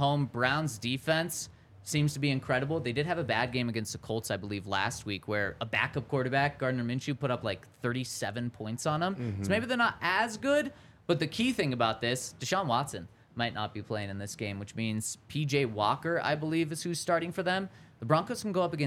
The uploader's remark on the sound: coming to you LIVE from the DNVR Bar